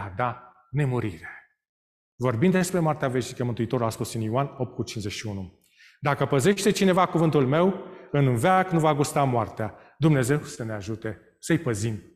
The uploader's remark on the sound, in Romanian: Live de la Biserica Romana Heralds Adventista din Toronto, Ontario, Canada